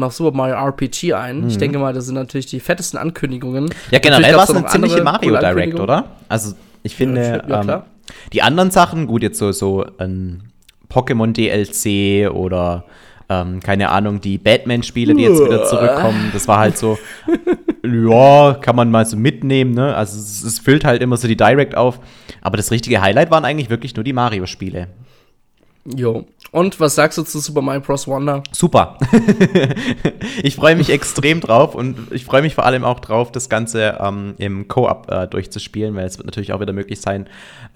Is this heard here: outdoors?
no